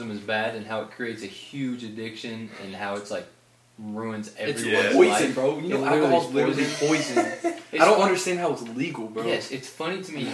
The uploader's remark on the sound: Microphones didn't record, so we used camera audio